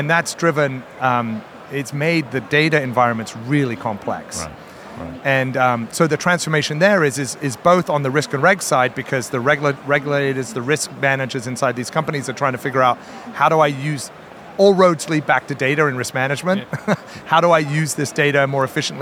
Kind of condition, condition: setting, busy venue